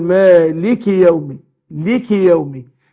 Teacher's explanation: وبعدها الالف مالي، وحقق الكسر بتاع اللام، وبعدين اكسر الكاف، بس احذر من اشباع الكسر ان يوصل معايا يبقى ياء، يعني ما ينفعش اقول مالكي يوم الدين مالكي يبقى حطيت